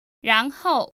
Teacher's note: That's the second tone and the fourth tone.